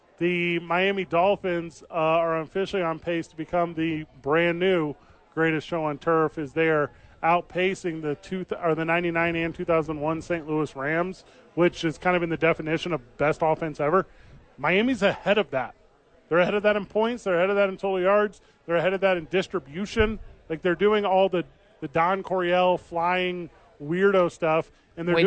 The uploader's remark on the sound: live from Howies!